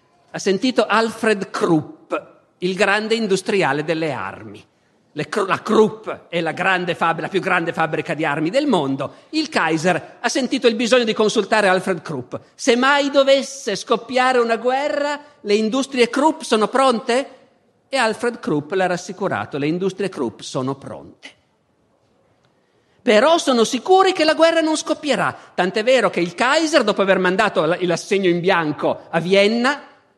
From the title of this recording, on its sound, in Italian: Festival della Mente, 2014